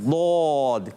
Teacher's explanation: जबान की करवट और ऊपर के दाड़ों की जड़ से अदा। जबान की करवट और ऊपर की दाड़ों की जड़ों से, जी हाँ दौद अदा होता है